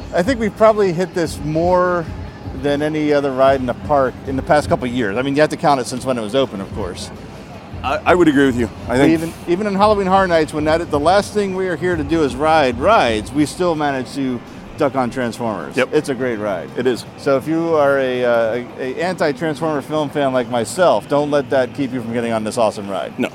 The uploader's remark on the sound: record on location at Universal Studio Resort Orlando